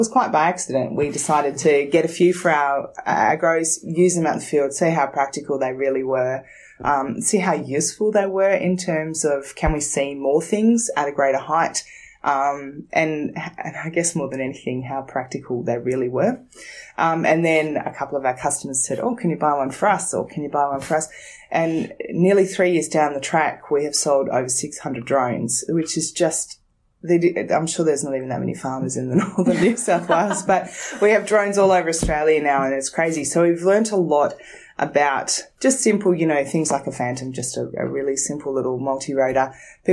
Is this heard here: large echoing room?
no